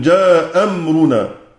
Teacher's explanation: يبقى تحصل من ذلك أن أبا عمرو البصري رحمه الله تعالى يسقط الهمزة الأولى في باب الاتفاق في جميع الحركات